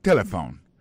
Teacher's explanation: l'accent tonique l'a tombé sous premier syllabe là